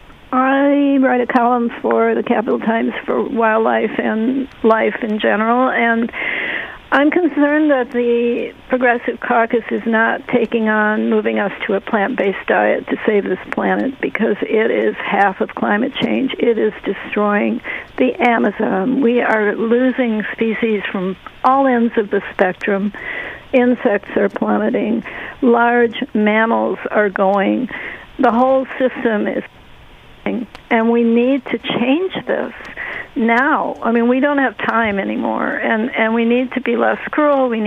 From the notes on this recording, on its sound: answers listener phone calls